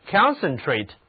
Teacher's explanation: 这个词的重音放在第一个音节上